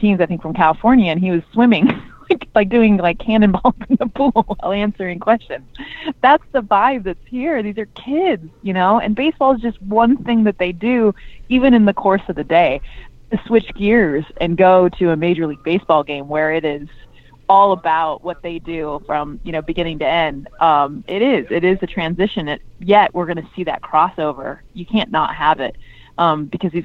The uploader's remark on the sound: Got on the phone with ESPN baseball analyst.